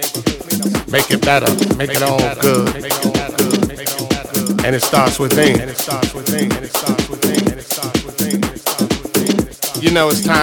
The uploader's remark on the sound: Recorded Live at Monarchy, West Palm Beach, Florida 2012. Recorded live in the mix.